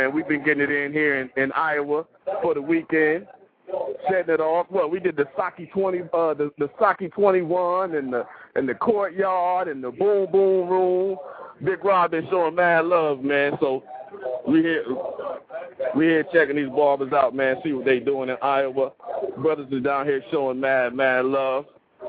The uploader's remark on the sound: Live from 2nd Annual Midwest Barber & Beauty Explosion in Des Moines,Iowa.